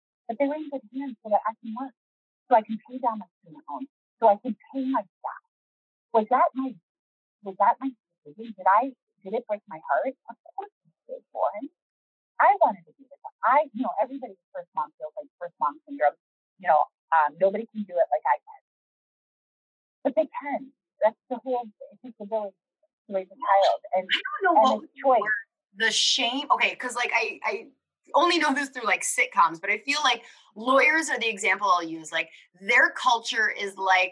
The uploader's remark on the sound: We are aware of the audio issues in this episode